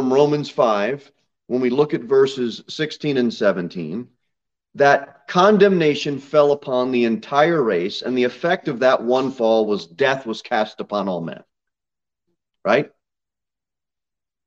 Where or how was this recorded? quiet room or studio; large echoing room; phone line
large echoing room